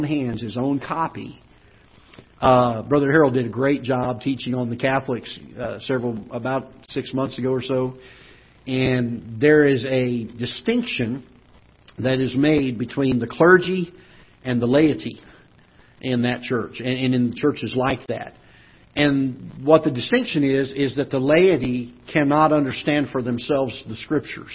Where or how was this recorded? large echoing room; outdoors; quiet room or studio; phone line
large echoing room